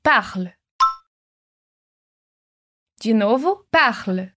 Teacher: O E praticamente some no final